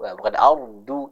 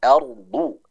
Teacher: maka kita harus menebalkan pengucapan huruf dhad ya · Shown in: second take